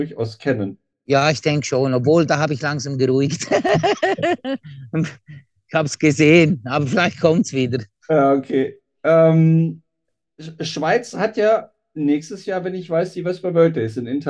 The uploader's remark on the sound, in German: Das Gespräch würde über Zoom geführt (was erstaunlich gut geklappt hat!), weil die Distanz zu Buchs in der Schweiz (liegt gegenüber von Liechtenstein) von Hannover doch ein bisschen weiter ist.